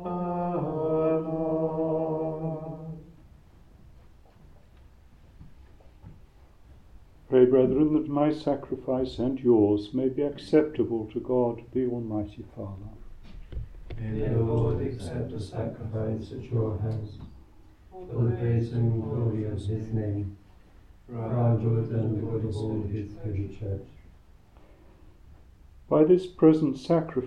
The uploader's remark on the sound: Recorded live at Southgate House on 29 February 2024.